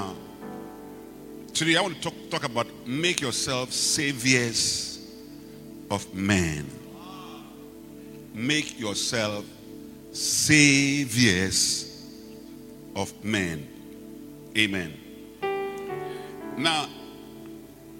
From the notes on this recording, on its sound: Preached at the Rose of Sheron Cathedral, Catch Anointing Centre Denomination, LA- Accra